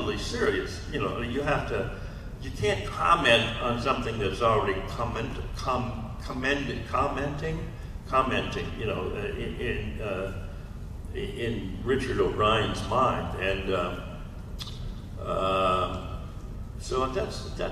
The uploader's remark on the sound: panel, Days of the Dead Atlanta, August 29, 2021